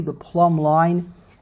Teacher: Even though it's spelled with a B, you don't pronounce the B